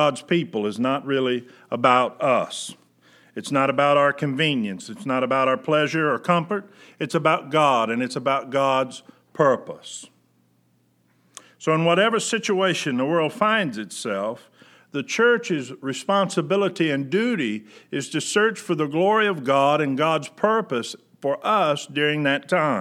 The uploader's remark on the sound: Preached July 19, 2020 at General Baptist Church God's House of Prayer in Fairborn, Ohio